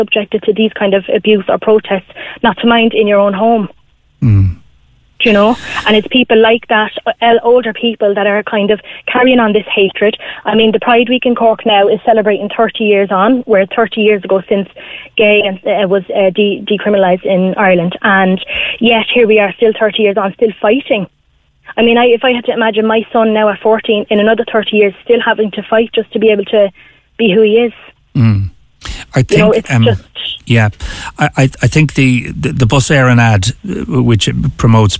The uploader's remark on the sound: takes calls with listeners